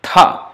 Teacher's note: So this, the tongue has to touch at the joint of the gums and the teeth, ta, at the upper teeth, ta, ta. Now same ta with force of breath, aspirated